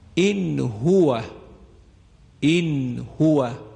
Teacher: اینجا هم بعد از نون هاء دو چشم قرار گرفته، لذا نون کاملا اظهار میشه